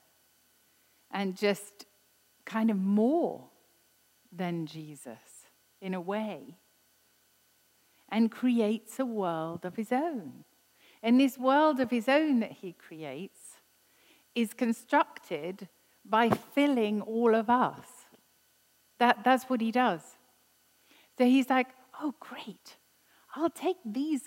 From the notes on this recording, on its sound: This was recorded at Skylark Church on 2nd October 2019